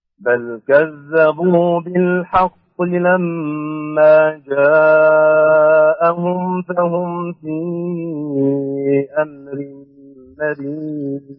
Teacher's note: مع مراعاة ترقيق الحاء والغنة في لما